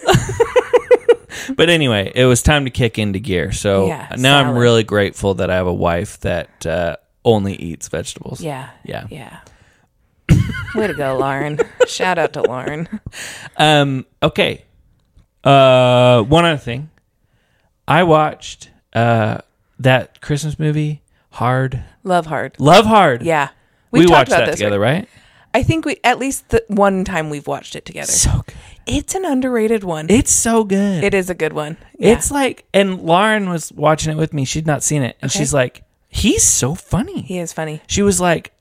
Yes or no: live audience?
no